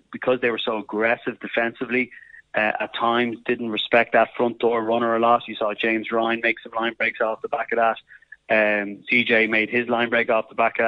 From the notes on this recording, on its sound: calls in from France